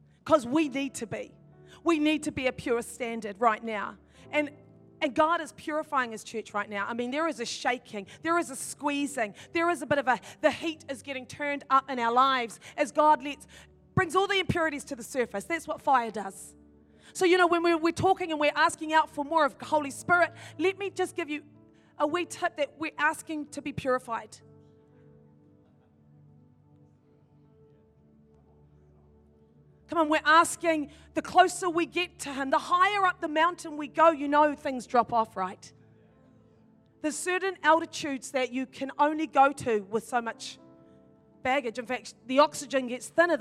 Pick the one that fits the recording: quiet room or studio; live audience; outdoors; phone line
live audience